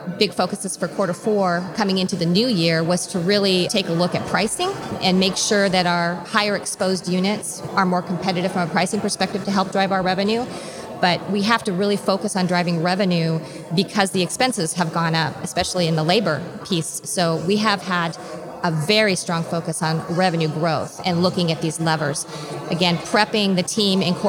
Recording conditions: busy venue